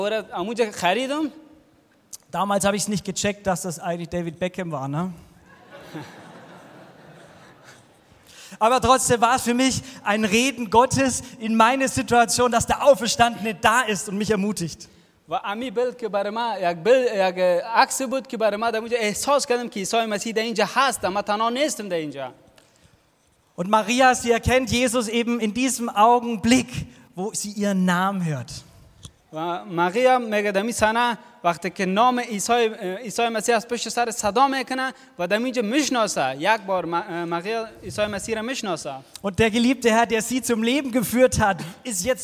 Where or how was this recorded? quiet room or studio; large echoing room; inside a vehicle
large echoing room